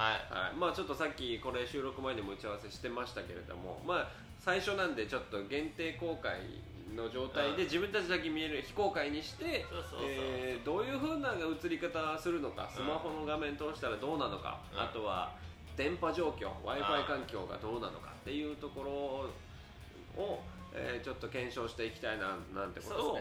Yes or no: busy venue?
yes